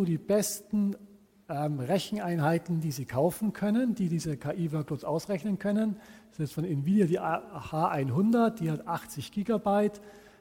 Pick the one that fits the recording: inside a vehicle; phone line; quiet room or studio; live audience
live audience